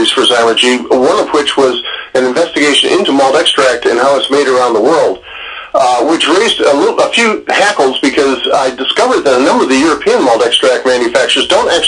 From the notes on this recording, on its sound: hit the phones